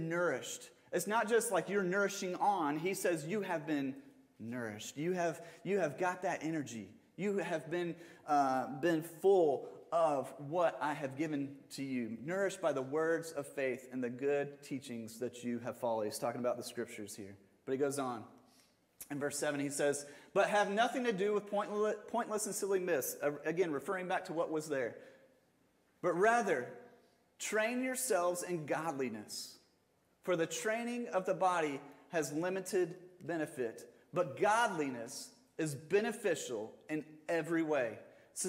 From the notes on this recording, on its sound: Sermon audio from Mission Church in Locust, NC.